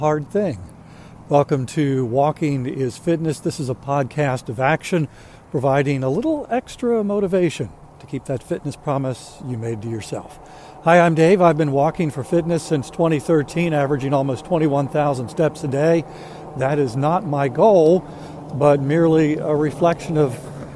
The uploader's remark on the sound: During today's ten-minute walk. Wonders what the vehicle with the loud siren is.